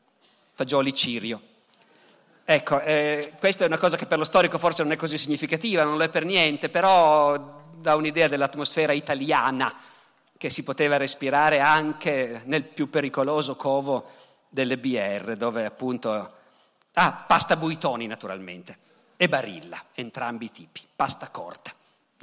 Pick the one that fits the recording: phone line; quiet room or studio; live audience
live audience